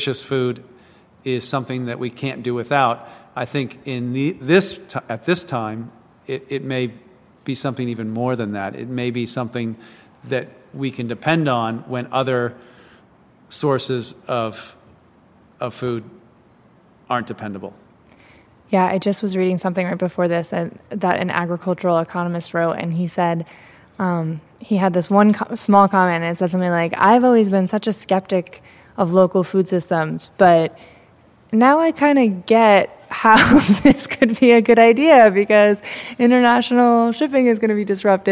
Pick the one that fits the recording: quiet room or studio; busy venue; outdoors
busy venue